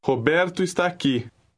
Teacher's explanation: The last two words are read as one.